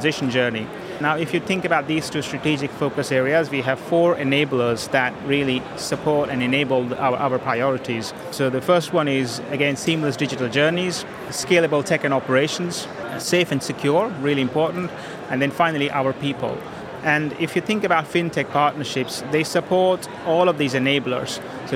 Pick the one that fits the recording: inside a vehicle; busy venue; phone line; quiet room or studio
busy venue